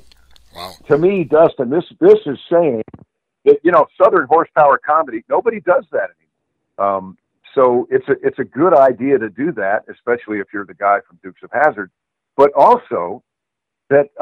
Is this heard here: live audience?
no